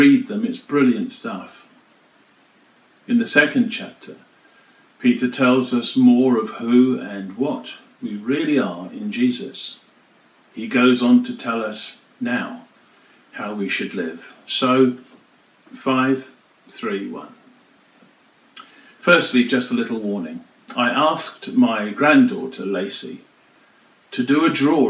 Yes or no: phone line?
no